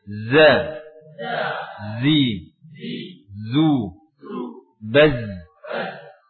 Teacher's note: Ujung lidahnya tidak menempel. Masih ada celah. · Term: huruf zai